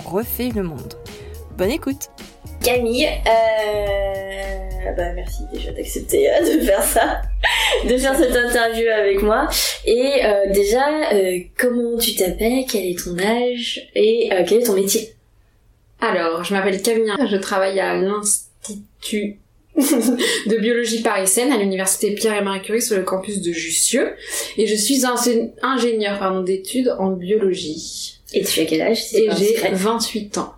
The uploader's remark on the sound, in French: La découverte du matériel audio et l’isolation des appartements parisiens font que la qualité du son pour cet enregistrement laisse à désirer